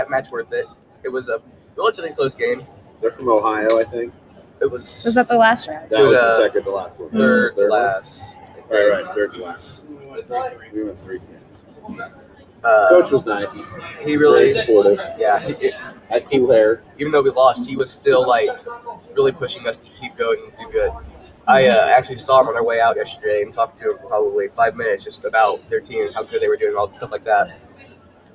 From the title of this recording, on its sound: Live from Small School Nationals